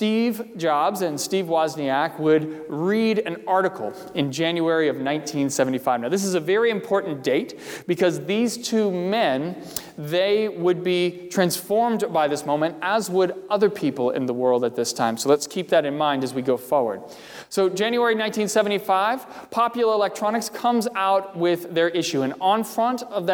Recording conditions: large echoing room